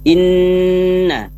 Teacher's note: didengungkan dua harokat, ditahan, jangan terburu-buru · Term: gunna